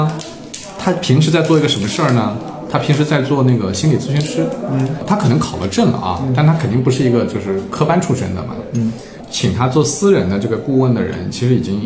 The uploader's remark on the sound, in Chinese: 我们录音选了一个茶室，没想到隔壁的上海爷叔嗓门巨大，所以节目的背景音有时候颇为嘈杂